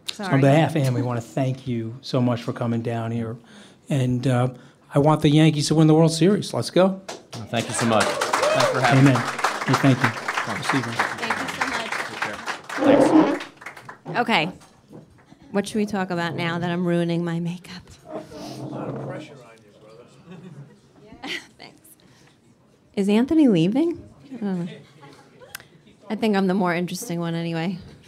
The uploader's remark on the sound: podcast live at Hunt & Fish Club in Times Square!